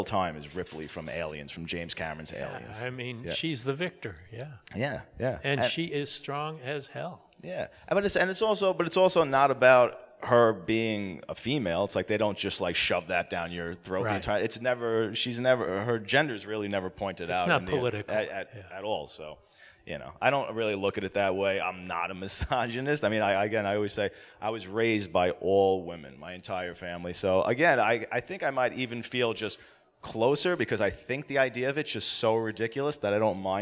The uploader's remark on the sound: LIVE from the 2023 Days of the Dead horror festival in Los Angeles CA